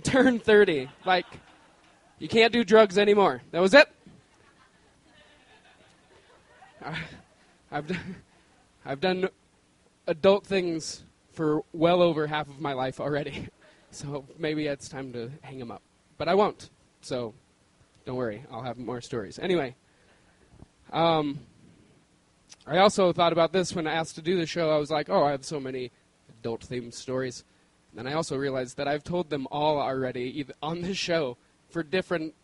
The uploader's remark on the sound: At our beloved Deer Pile in Denver, Colorado.